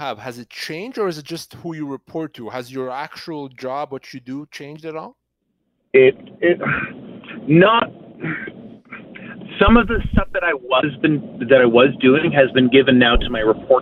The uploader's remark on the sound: between your phone calls